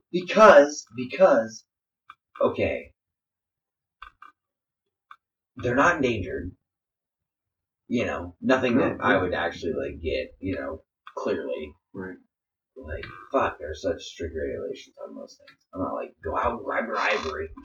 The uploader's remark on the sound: This episode, we messed up. Poor Poor audio.